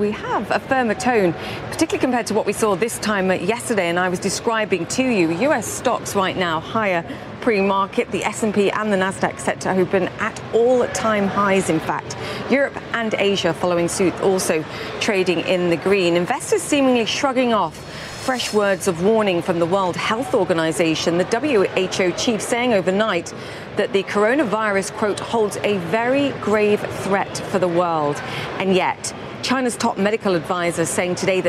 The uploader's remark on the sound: live from the New York Stock Exchange.